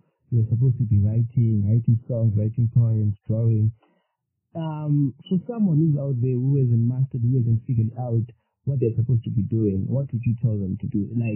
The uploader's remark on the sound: We apologise for the sound but do pay attention to the content.